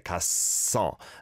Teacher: The double shot sound is on that first syllable there